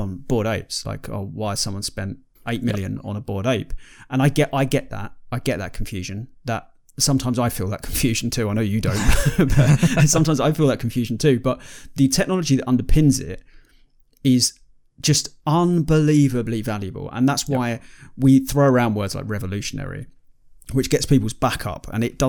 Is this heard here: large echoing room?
no